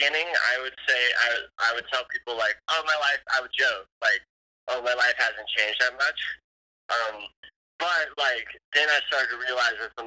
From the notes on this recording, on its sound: on a tinny phone interview